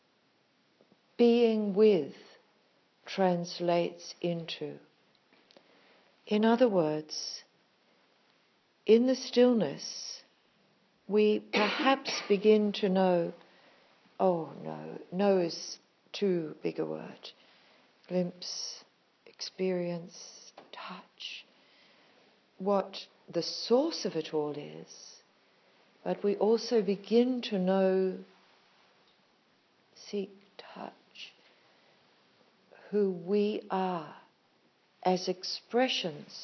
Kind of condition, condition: fault, phone or laptop microphone